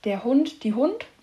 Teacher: Und ebenso wie das Bayerische hat es die Angewohnheit, das E am Ende eines Wortes zu verschlucken.